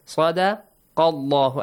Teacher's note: The letter lam in the word Allah will be pronounced heavily.